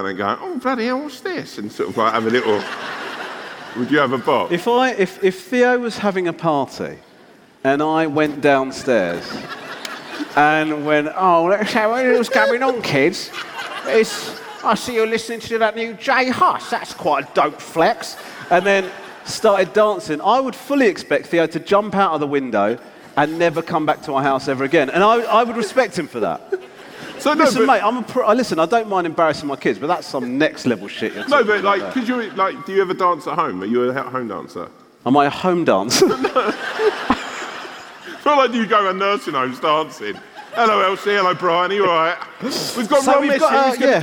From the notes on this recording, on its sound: Live in London. At the Hammersmith Eventim Apollo.